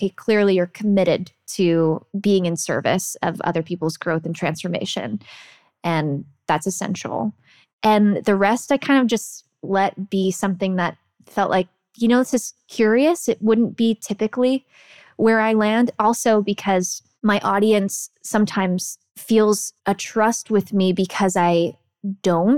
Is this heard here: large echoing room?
no